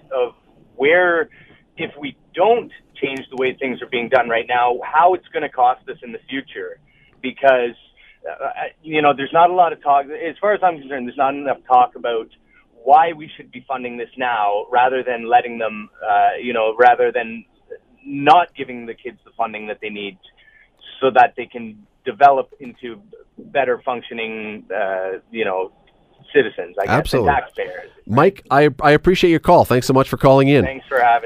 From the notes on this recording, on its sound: opens the phone lines and lets callers talk about whatever they want